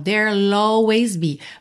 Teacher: Para deixar bem claro que é there will que tá contraído. E aí você já deixa esse som do L aparecer bem pela ligação com a vogal